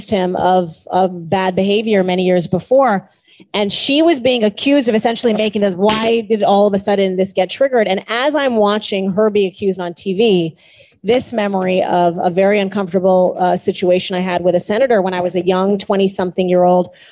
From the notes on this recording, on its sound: This episode is a live session from Jaipur Literature Festival 2022, recorded on March 13.